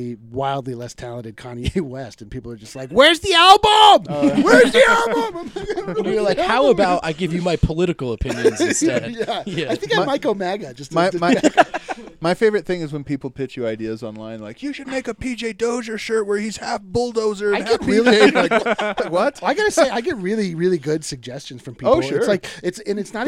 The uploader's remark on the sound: live from the Injury Lounge